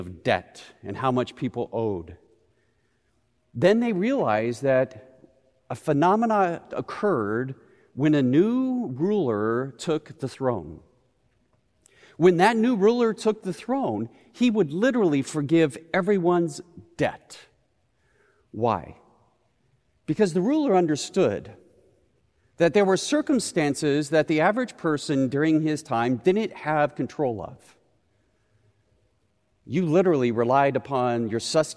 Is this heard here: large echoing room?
yes